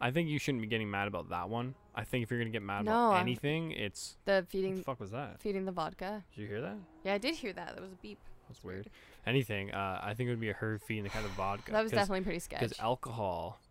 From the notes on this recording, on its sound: On this PRE RECORDED EPISODE of Just Press Stop... We are even recording outside today! It's a beautiful day in The Pit.